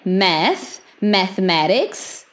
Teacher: Os americanos falam mais com E, math, mathematics, ou um britânico, math, mathematics, mathematics ou mathematics.